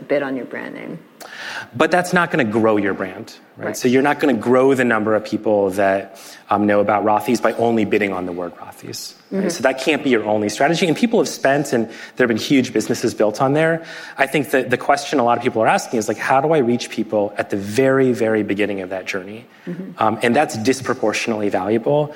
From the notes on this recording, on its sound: This interview was recorded in front of a live audience at the National Retail Federation's annual conference, the Big Show, in New York City.